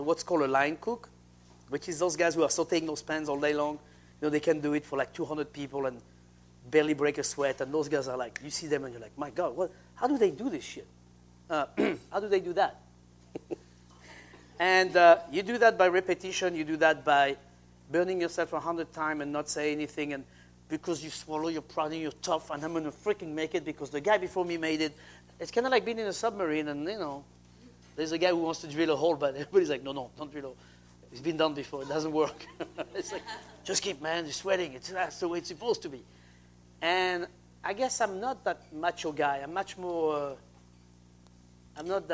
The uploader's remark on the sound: Taped before a live studio audience at Cafe Nordo in Seattle.